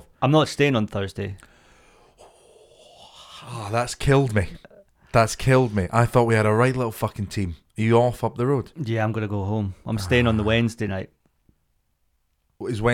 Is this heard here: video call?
no